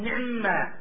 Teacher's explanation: نخطفها خطفا يعني نأخذ جزءا من الكسرة · Term: نختلس